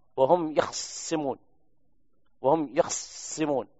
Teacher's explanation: والوجه الثاني لقالون باختلاس فتحة الخاء